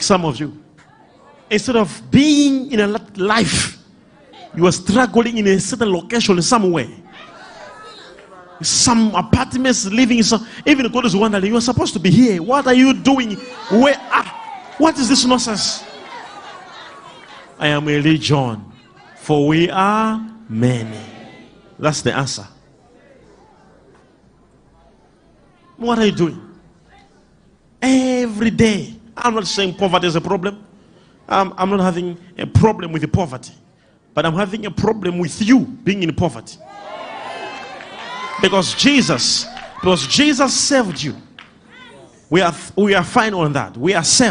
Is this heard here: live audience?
yes